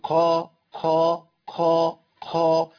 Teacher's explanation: الثالثه انا عملت فيها همس، تحسوا كده ان فيها شبهه خاء